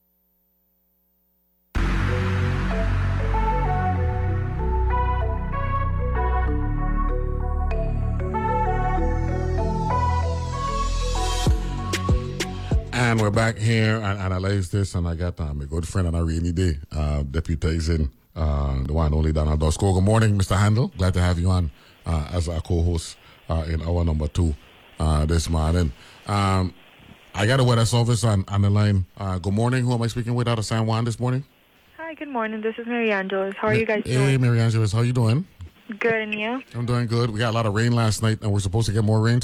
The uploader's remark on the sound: then is join on the phone